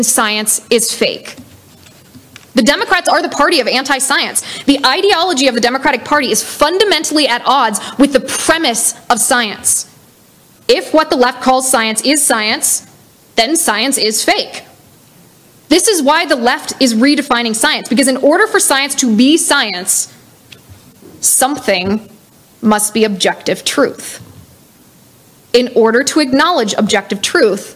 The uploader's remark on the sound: LIVE at Rocky Mountain College